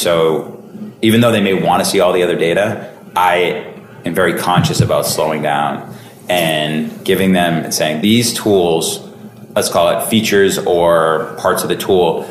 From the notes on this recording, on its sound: recorded at this year’s [Bullhorn Engage]